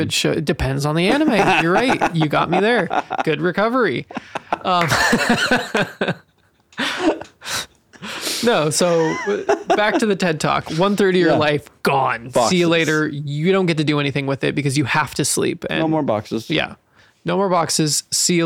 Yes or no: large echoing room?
no